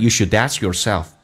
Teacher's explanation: ask 的 k 是不用发音，同时呢，因为这叫略音，同时它气流不用阻塞，因为可前面是一个辅音，叫做 askyourself。